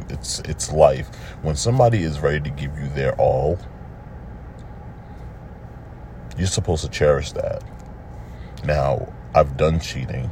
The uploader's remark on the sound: I’m just sitting in my car thinking about life. I decided to just record a lil something.